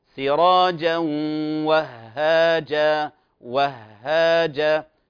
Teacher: سراجا وهاجا، لاحظوا الهاء حرف مضعف يعني مشدد، لا يغن لا يغن، لكن انتبه لا تقول وهاجا وهاجا، هو عبارة عن هاء ساكنة وهاء متحركة، فانتبه أعطيه المقدار الزمني المناسب.